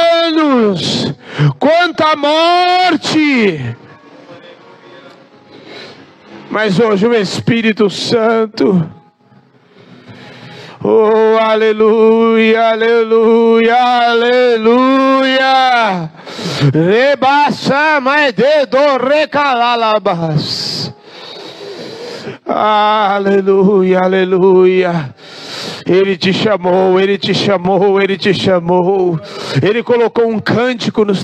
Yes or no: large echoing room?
yes